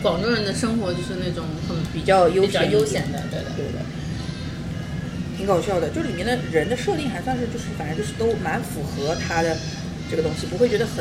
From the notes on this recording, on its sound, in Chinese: 本次录制花费：洋风炭火屋 398元，整2期！